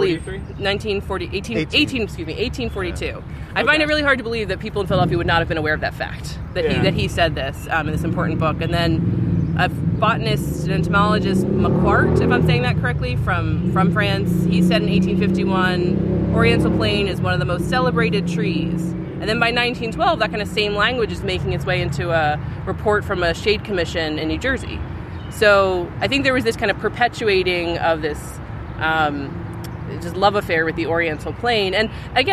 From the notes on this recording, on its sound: Recording outside on the Benjamin Franklin Parkway